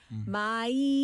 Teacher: My는 my 이렇게 입 모양이 아에서 이.